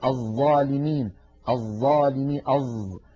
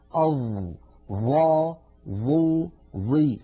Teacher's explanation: مثلا يقول الظالمين الظالمين أظ، هذا الصوت ليس صوت الظاء. الظاء لابد من أن نضع طرف لساننا على أطراف أسناننا العليا هكذا، الطرف على الطرف، طرف اللسان على طرف الأسنان العليا · Shown in: second take